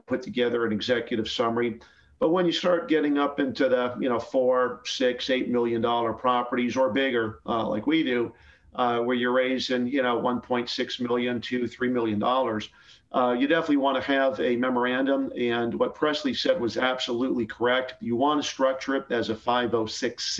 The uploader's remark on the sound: Investors Gallery is a live call open to the public. Through this live zoom conference anyone can asks questions about their own investments, legal advice, or opportunities!